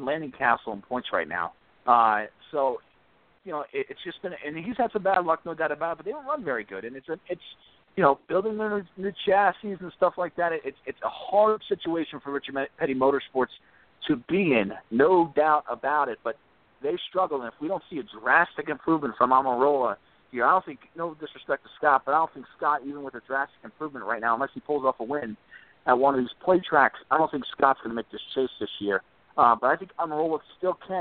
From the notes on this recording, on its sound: take your phone calls